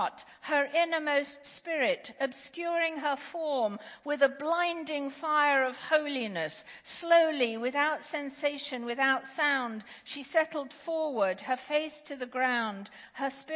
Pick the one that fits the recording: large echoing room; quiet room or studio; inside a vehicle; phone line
large echoing room